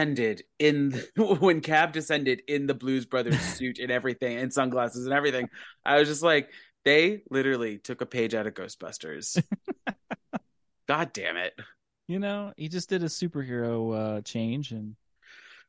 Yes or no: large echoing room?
no